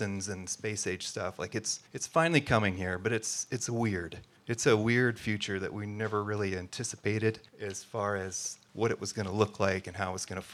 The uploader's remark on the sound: The production was recorded on October 17, 2023, at The Alluvion in Traverse City.